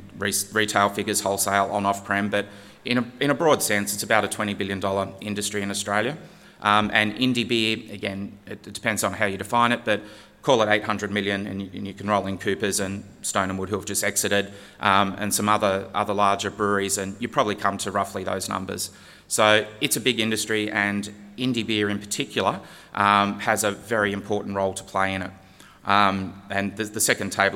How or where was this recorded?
live audience